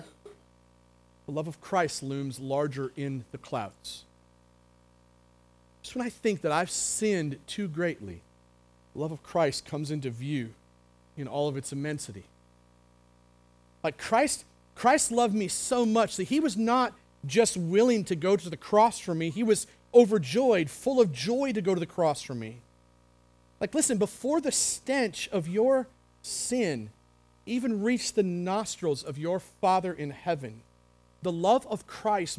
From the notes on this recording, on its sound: The Well, an Acts 29 and Converge Heartland Church in Hastings, NE